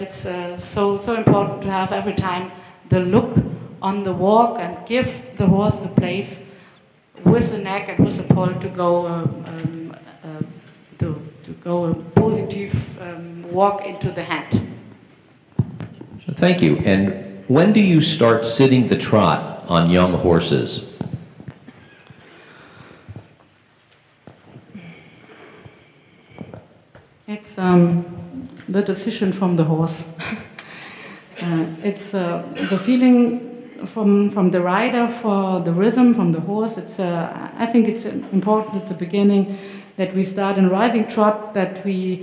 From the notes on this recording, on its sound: Throughout the two days, she coached 10 horse-and-rider combinations and shared her training philosophy. She also took questions from the audience.